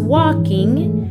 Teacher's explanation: la L antes de la K no se pronuncia